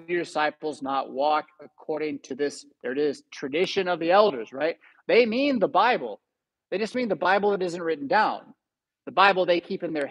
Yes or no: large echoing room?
yes